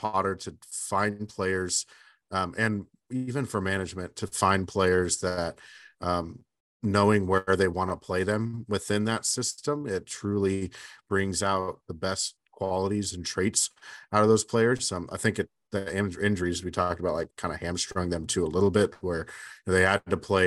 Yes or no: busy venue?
no